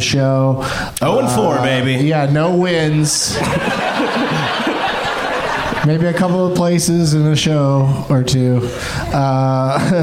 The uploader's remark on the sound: Live from the Cap City Comedy Club in Austin